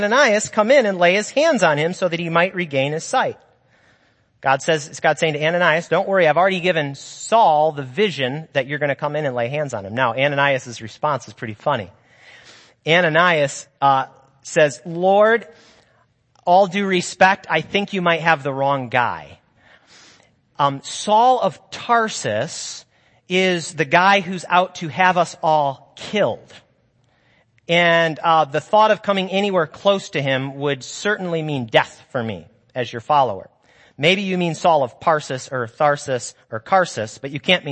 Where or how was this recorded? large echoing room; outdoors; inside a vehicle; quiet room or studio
large echoing room